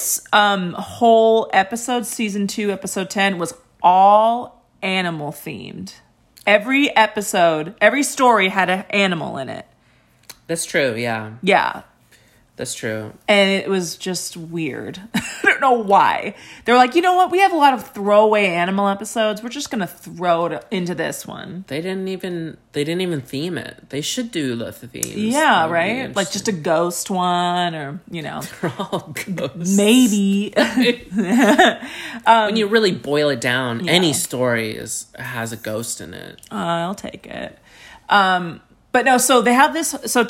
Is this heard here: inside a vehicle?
no